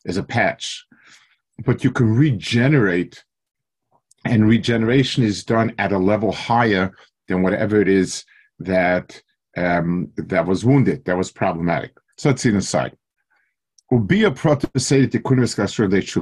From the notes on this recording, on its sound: Delivered over Zoom to the YU Community Kollel in Los Angeles, CA.